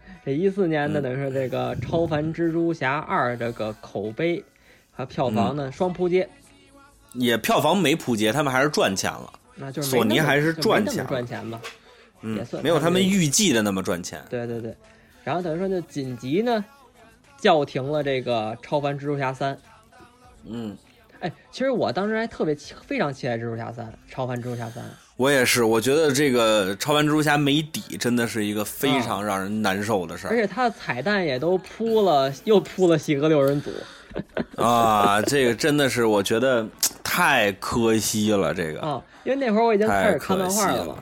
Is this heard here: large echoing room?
no